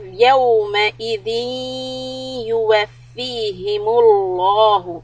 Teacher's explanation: idgham with ghunna on يَوْمَئِذٍ and hold the sound